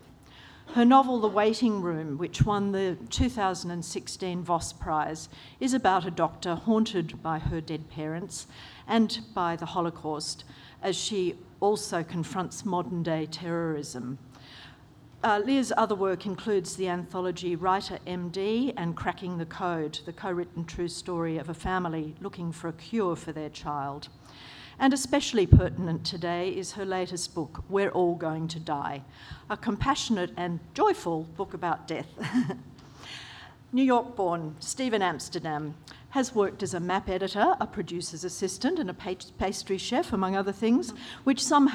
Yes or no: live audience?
yes